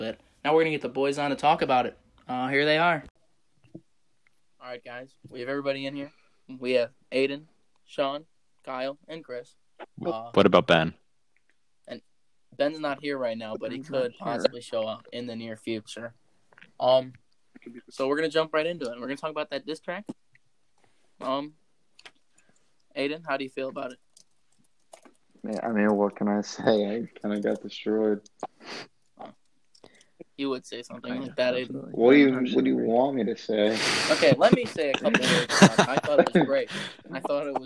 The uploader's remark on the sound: Sorry for the rough audio.